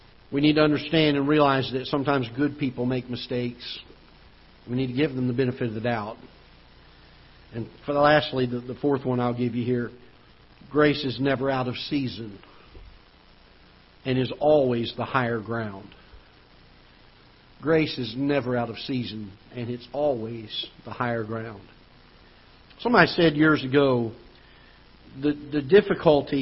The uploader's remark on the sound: Ketha Heights Baptist Church ~ Live Broadcast